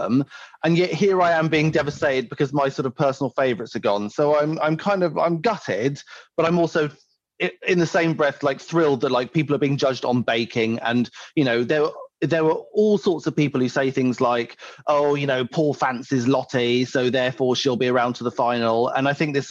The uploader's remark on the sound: Recorded this podcast remotely via Zoom.